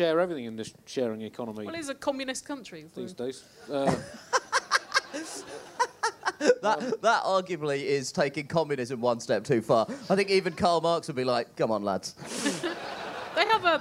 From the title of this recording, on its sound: Bonus Live Bugle